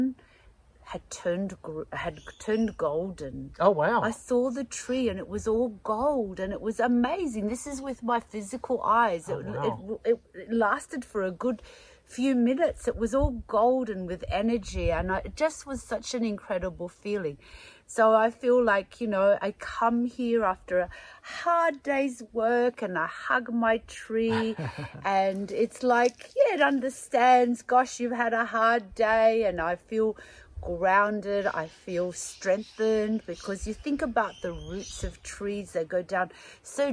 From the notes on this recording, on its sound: On this special outdoors episode of The Australian Ghost Whisperer, we head into the great outdoors